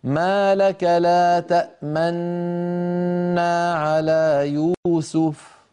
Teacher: أن تنطق نونا واحدة مشددة وتضم الشفتين مع الغنة الممطوطة · Term: الاختلاس